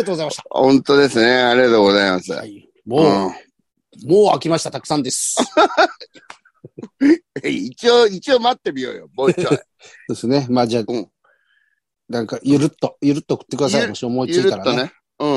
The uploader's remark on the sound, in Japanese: ZOOMで収録